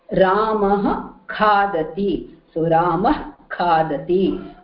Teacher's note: The visarga is not pronounced fully.